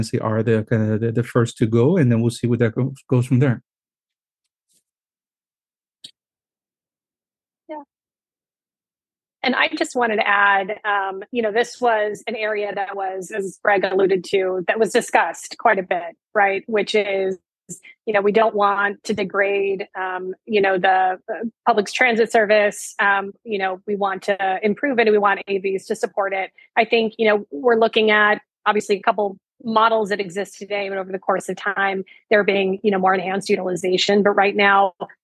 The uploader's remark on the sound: In this PAVE Virtual Panel.